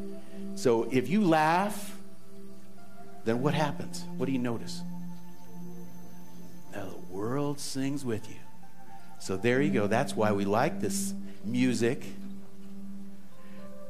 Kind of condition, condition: setting, live audience